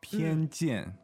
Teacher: First tone, fourth tone.